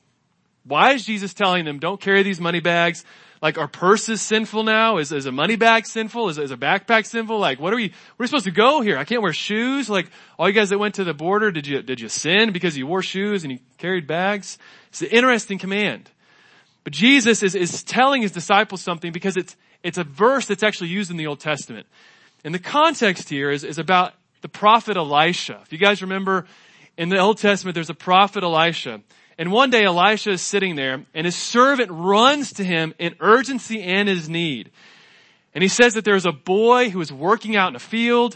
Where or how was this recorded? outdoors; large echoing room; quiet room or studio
large echoing room